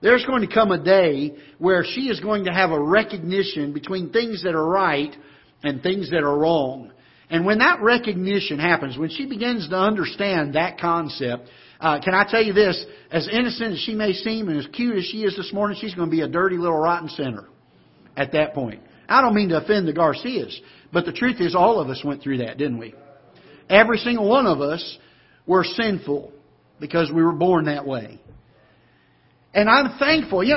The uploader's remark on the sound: Ketha Heights Baptist Church ~ Live Broadcast.